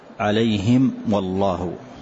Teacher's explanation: واحذر لدى واو وفاء أن تختفي لقربها أو لاتحاد، يعني إذا أتت الميم واحذر لدى واو وفاء أن تختفي لقربها، الواو مع الميم نفس المخرج فمتحد المخرج ومختلفة الصفة · Term: إظهار